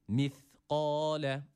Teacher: Burada yine dil dişler arasında ileride.